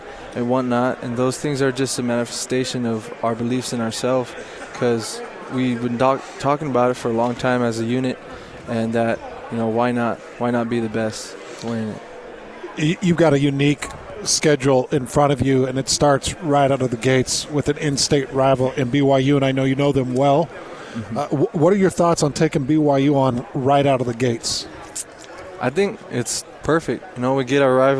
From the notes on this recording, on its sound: live from Pac-12 Media Day